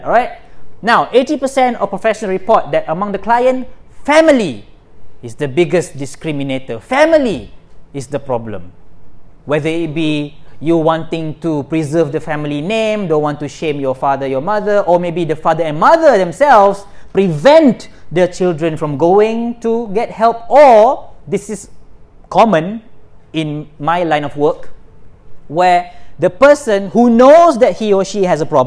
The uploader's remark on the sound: This is the recording from my second session of the mental health awareness seminar I did at USM-KLE IMP, India.